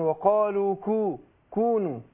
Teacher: القاف حرف مستعلي، حرف مفخم، والكاف حرف مستفل، حرف مرقق